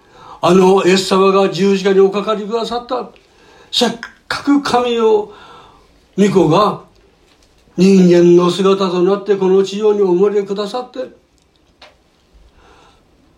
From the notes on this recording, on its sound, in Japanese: 2019年12月15日吉備教会礼拝メッセージ録音です。途中までです、、。